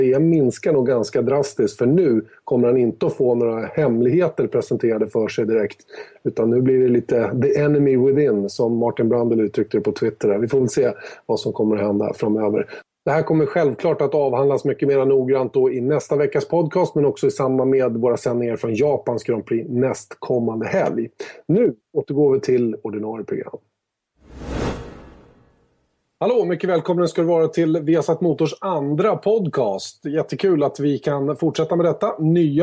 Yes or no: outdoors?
no